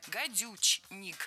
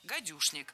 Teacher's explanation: Гадюшник пишется с ч, гадючник, но произносится с ш · Shown in: second take